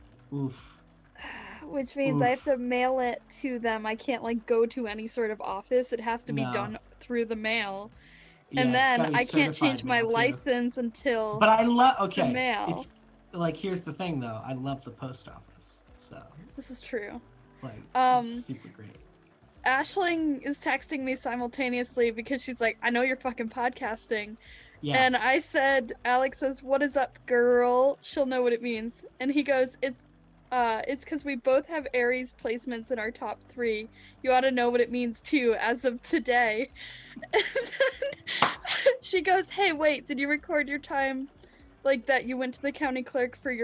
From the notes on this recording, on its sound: Sometimes, it's just kinda hard to talk in the car. Lofi background music: Epidemic Sound.